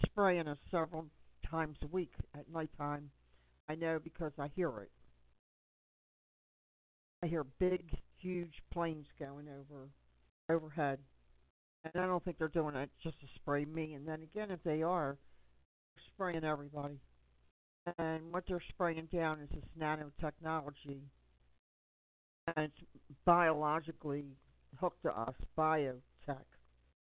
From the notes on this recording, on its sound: Conference call for general chat, support